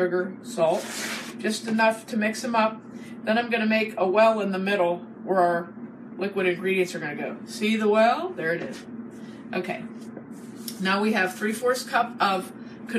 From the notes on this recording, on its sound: Sorry for the recording quality, we did a Facebook live video so we weren't using our usual microphone.